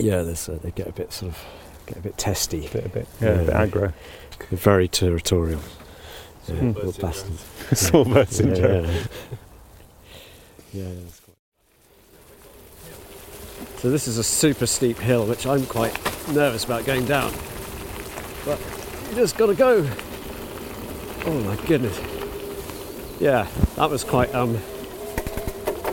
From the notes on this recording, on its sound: taking in the natural sounds and sights of this large, diverse forest in the South West of the UK